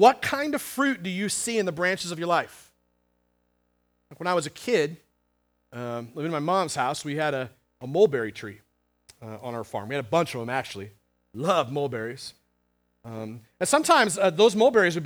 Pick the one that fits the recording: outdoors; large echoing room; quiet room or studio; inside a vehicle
large echoing room